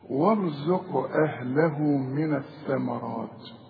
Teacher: شوف وارزق أهله، أهل القاف دي عليها سكون، سواء تقف أو توصل لازم تقلقل الحرف ده